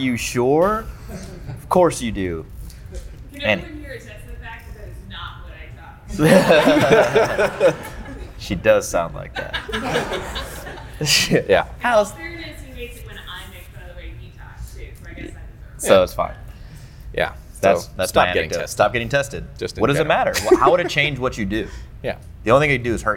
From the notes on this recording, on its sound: This video was recorded during our September 2019 seminar in St. Louis, MO at Output Performance.